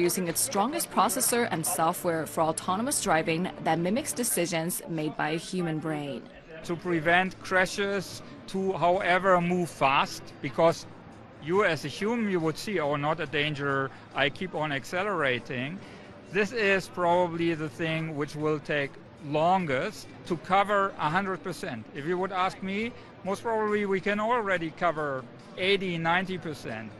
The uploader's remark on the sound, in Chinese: 2021 Shanghai Auto Show。Navigates the massive National Exhibition andConvention Center。在国家会展中心，为我们带来现场报道。